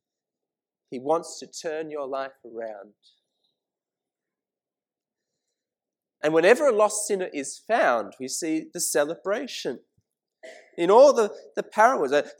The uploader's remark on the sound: This sermon was preached at St Mary's Cathedral, KL on 19th August 2018.